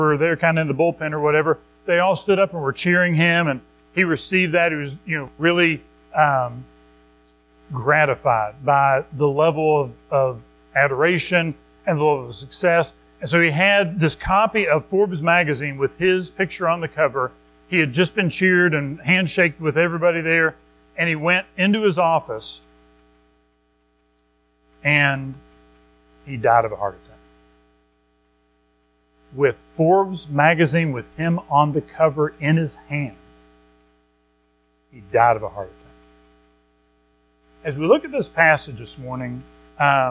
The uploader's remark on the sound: Recorded at Madison Baptist Church in Madison WV on Aug 20, 2023